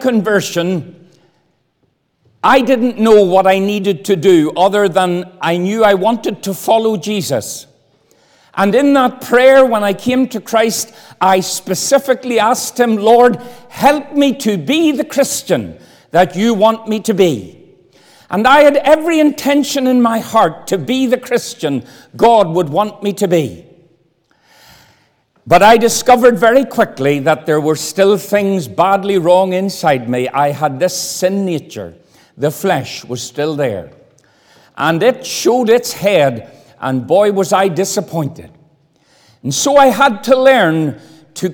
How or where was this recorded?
large echoing room